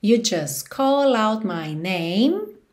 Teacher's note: Repara como você não ouve o T nem do just, nem do out.